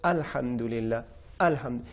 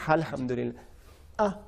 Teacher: हलक पे आके जब रुक जाती है थोड़ी सी जो आ निकलती है वो हमज़ा का तलफ़ुज़ होता है · Shown in: first take